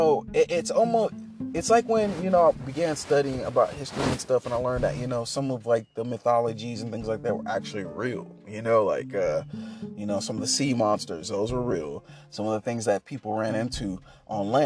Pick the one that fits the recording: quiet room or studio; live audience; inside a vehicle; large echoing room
inside a vehicle